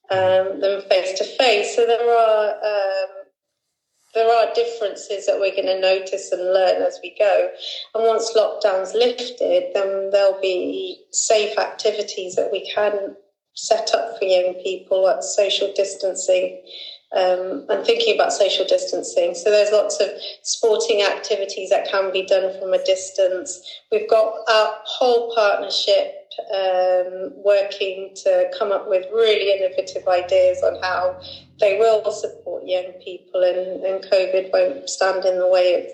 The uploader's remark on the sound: Due to the requirement for national social distancing measures, this episode has been recorded remotely and therefore the audio quality may be affected.